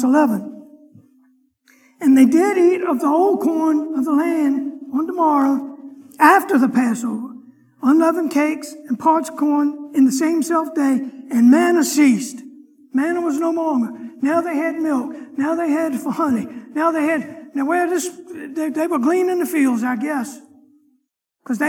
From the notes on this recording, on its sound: Sunday morning lecture